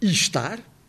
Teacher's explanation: Podemos pronunciar estar, e aí dá-se uma elevação, o E torna-se I, I é uma vogal mais alta · Term: elevação vocálica